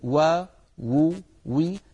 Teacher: وبالنسبة للواو المتحركة نعم إنها من الشفتين، ولكن يصاحب ذلك تذبذب للوترين الصوتيين في الحنجرة